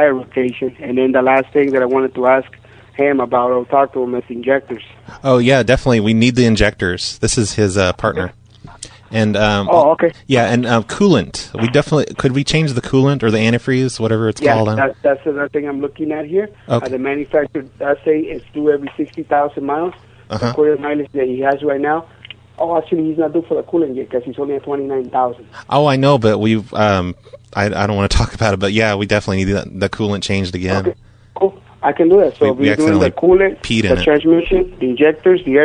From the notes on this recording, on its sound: Prank Phone Calls Collection